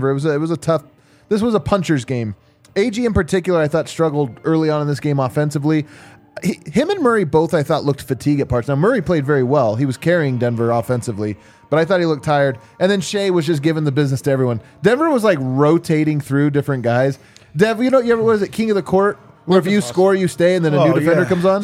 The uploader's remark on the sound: Come to you LIVE from the DNVR Bar to break it all down.